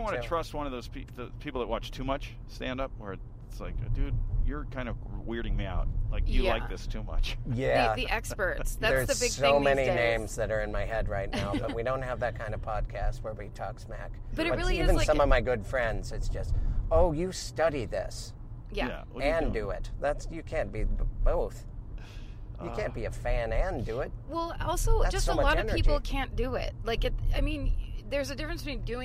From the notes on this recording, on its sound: Just west of Los Angeles' downtown area. In the car, while recording. Ultimately, he's brought to The Monty Bar, where they then record his set at a show there.